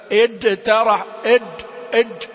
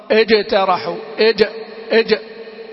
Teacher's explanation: هناك من يدخل عليها الدال ويحرف مخرجها إلى الأمام ويزيد شدتها عن المطلوب · Shown in: first take · Term: إدخال الدال عليها